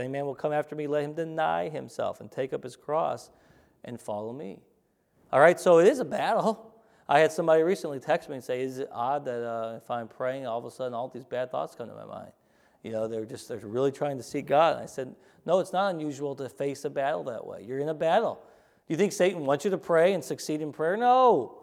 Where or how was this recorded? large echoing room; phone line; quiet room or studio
large echoing room